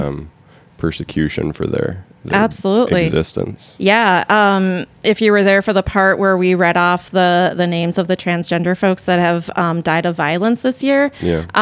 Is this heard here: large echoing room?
no